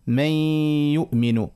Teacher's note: والواو والياء هما زادة حروف إدغام بغنة، لكن هنا إدغام ناقص قولا واحدا، خطر الواو والياء ما فيهمش غنة في أصلهم.